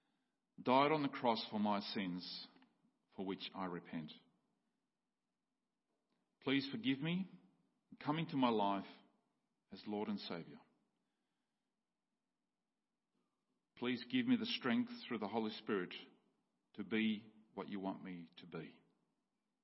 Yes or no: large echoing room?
yes